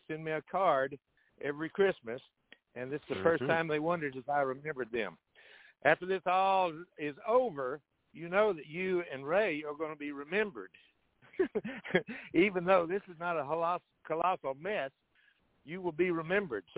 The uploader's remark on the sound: TNTSuperfantastic Conference Call